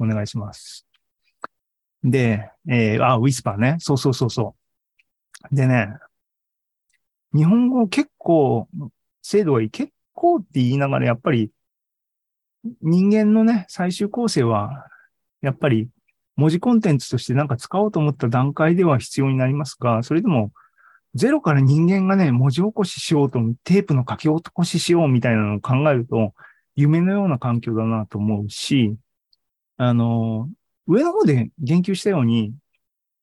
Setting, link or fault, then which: link, video call